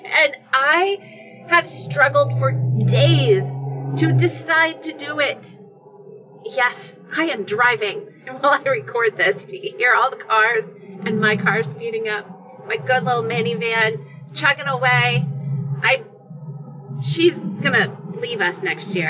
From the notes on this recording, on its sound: The sound quality may not be great.